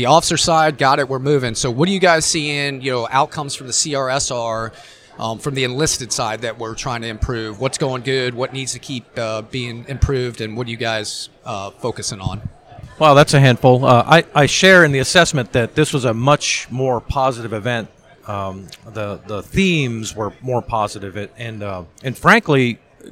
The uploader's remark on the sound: Force Master Chiefs Live from SNA.